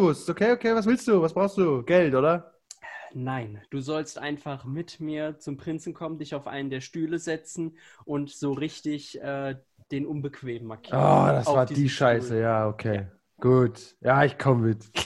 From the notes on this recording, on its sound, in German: Leider noch immer in der Corona und Zoom Zeit. Unsere audiotechnisch eingeschränkten Vampire.